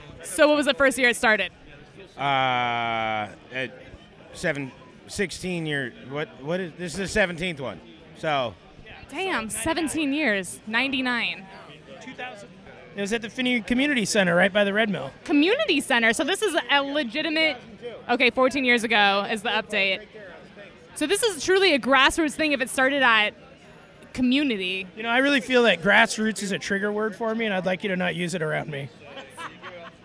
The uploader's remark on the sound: These recordings were taken at last year's Hard Liver Barleywine fest at Brouwer's Cafe (Seattle, WA). I talk to people about why they love barelywine and why Hard Liver is the best beer event of the year.